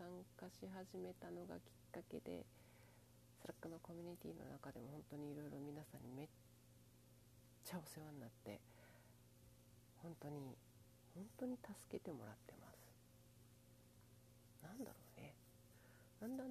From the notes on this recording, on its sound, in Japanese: 音声かなり小さい